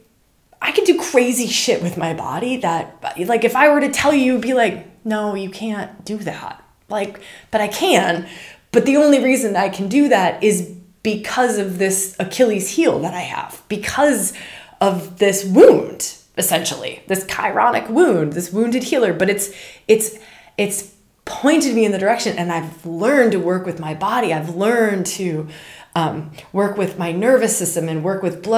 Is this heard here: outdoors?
no